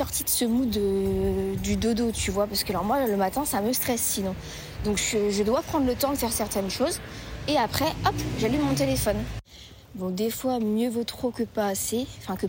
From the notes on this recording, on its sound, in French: Un épisode enregistré sur le trajet du retour pour rentrer chez moi ( au cocon parisien pour les intime).